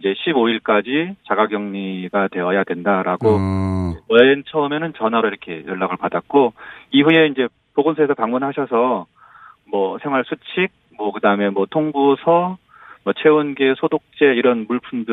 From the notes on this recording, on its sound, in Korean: 전화연결